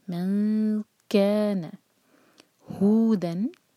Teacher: کیانا دو syllable والا ورڈ، کیف پہ زور، من کیانا ہودن، دن اظہار، فتح کی تنوین دیکھیں، برابر برابر ہے تو یہ اظہار کی نشانی ہے.